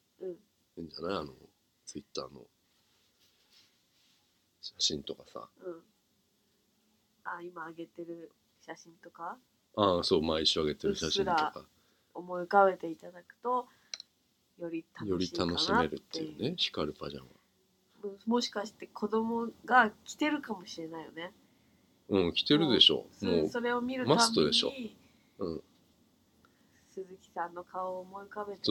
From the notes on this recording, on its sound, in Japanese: 今回録音をミスって音が悪いですごめんなさい！